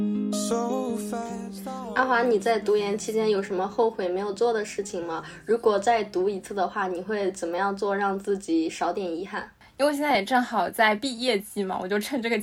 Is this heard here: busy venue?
no